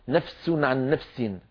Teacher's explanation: لا تجزي نفس عن نفس شيئا، هنا الفاء يا إخوة حرف ضعيف والسين بعدها فيها صفير والصفير قوي، فإن لم نعطي الفاء الضعيفة حقها من الرخاوة والهمس والزمن فإن السين تطغى عليها